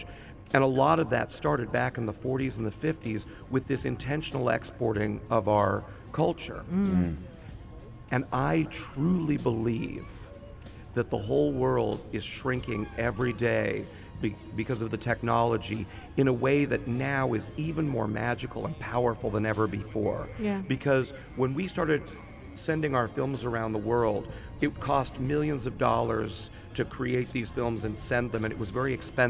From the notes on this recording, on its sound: Are out and about at "Al Majaz Waterfront" broadcasting Yalla Home Live and having guests throughout their show. In the UAE.